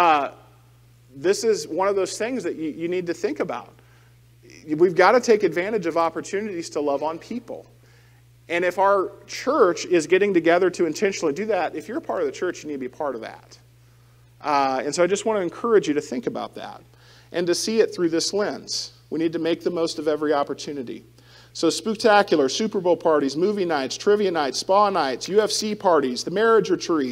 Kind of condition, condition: setting, large echoing room